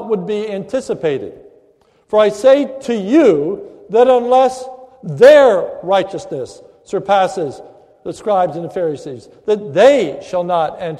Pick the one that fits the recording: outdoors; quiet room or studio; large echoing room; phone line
large echoing room